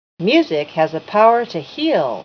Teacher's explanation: Listen to the falling intonation in these statements.